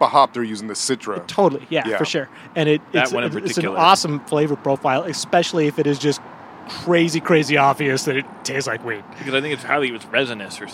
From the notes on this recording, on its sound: Recorded live at the Waterwheel Lounge. Recorded at the Waterwheel Lounge in Ballard.